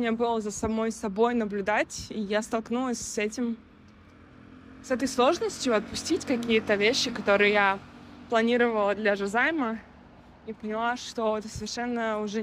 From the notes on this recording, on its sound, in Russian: Звуковая прогулка-рефлексия. В этом соло эпизоде я приглашаю вас на звуковую прогулку по городу Алматы. И все это на фоне звуков города.